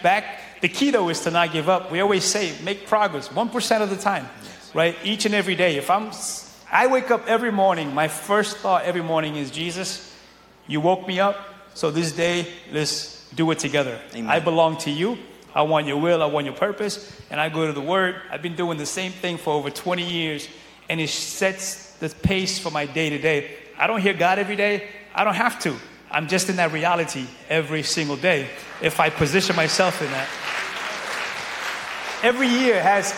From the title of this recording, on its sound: From Our NYE Praise Party!